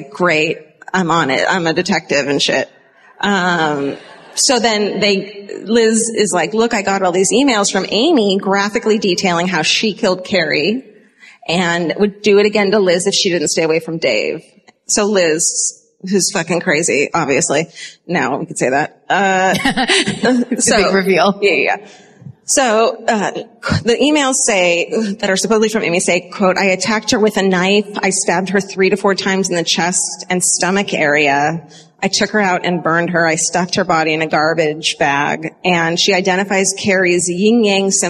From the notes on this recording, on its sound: Live at the Orpheum Theater in Omaha.